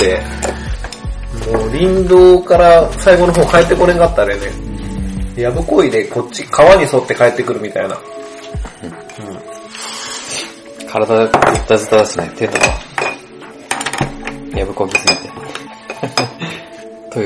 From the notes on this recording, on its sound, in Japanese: 音質注意 今回雑音多めです